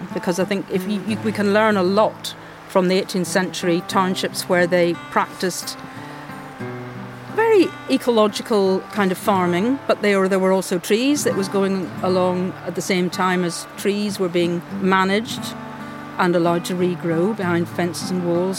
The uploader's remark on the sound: Ventures south on the Ardnamurchan Peninsula to Morvern, for a walk through time and nature. On a moody, drizzly day. For a walk through a beautiful patch of woodland which opens out onto some fascinating ruins.